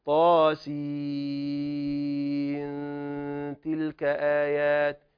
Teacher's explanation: عندي أتى هنا النون الساكنة، كما نذكر أحكام النون الساكنة والتنوين، النون الساكنة جاءت قبل حرف التاء، حكم عادي جدا، سنخفيها، سنخفي هذه النون، فنقول طا من مجموعة حي طهر طا حركتان حركتان وسين ست حركات. طيب ثم يأتي الإخفاء بين النون والتاء